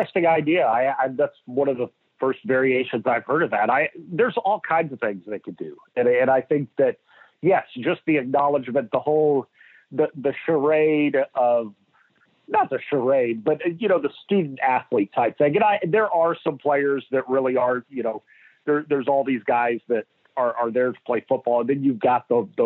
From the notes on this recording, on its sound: on the Modern Woodmen phone line